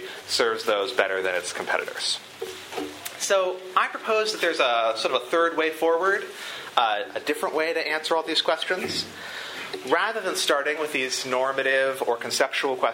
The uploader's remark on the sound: This lecture was recorded on February 13, 2015, at the University of Chicago Law School.